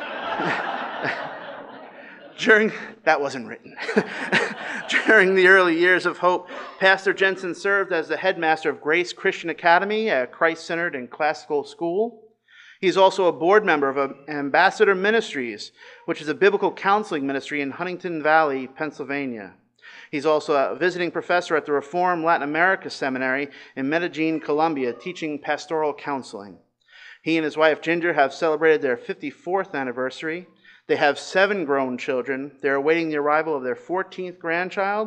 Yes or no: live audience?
yes